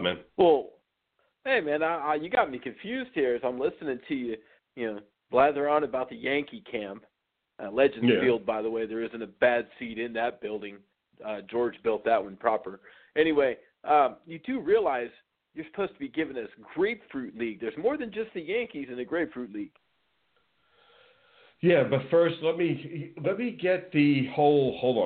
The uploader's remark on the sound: A SPECIAL CALL IN GUEST!